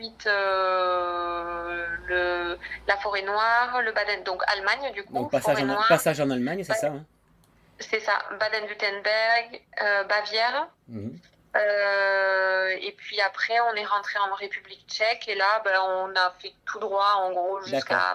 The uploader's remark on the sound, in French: interview enregistrée le 22 août 2022 par téléphone